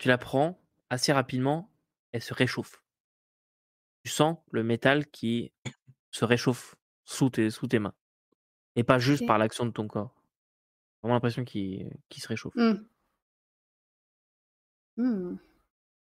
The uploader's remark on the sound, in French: Un gros problème c'est produit lors de l'enregistrement, il manque la toute fin de l'épisode qui s'arrête brusquement. Nous avons terminé l'enregistrement 2 minutes plus tard.